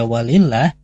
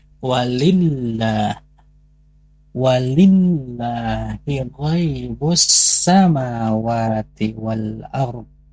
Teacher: karena di lafadz Allahnya ada tasydid, maka kita wajib menggandakannya · Shown in: second take · Contoh yang tadi dibaca walillah, jadi walillah, walillahi ghaibus samawati wal ardh ya.